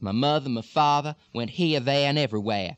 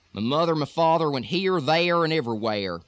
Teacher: in the Deep South, you have a lot of R drops. · Shown in: first take · In Texas, the R is very, very much pronounced. · Term: hard R